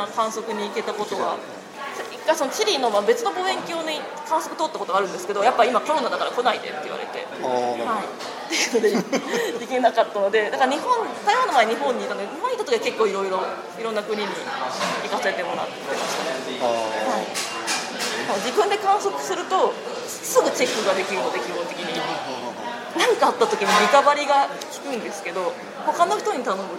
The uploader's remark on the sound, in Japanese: 録音場所の関係で周囲の音が大きく、聞き取りにくいところがあるかもしれませんが、ご了承ください